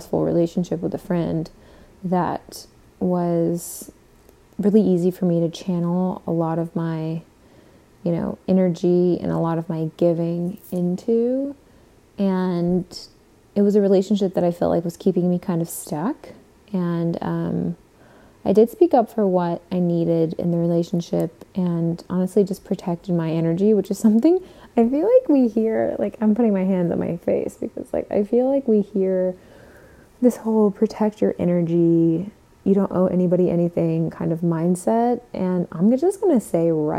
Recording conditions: sounds in the background